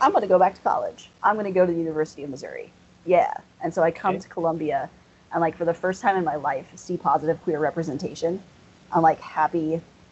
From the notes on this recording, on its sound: Sorry for the audio quality.